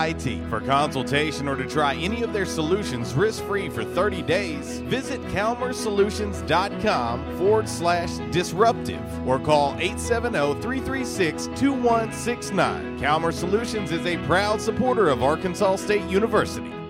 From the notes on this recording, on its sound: LIVE from JTown's Grill! The Ticket 95.3 Fm/970 AM, Ritter Communications Tubetown 21!